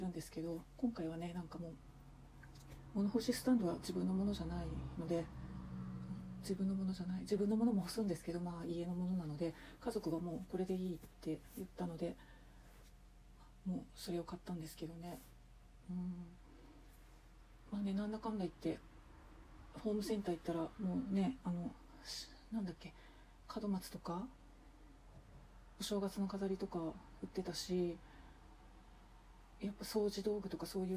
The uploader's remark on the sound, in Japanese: 拭き掃除しながら収録してごめんなさい